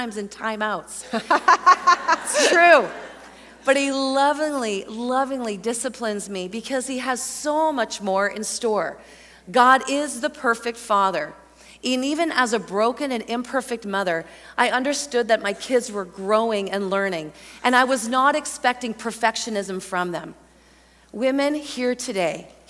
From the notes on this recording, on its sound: a Mini-Workshop from Heart Conference 2023